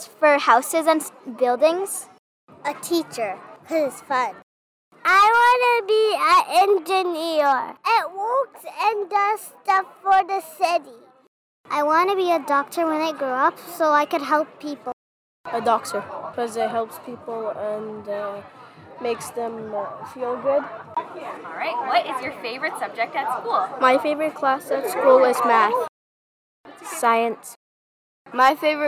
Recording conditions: busy venue